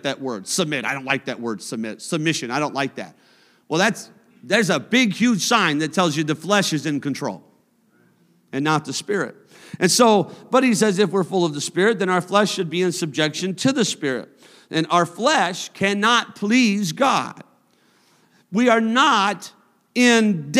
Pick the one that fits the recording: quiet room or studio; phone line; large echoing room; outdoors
large echoing room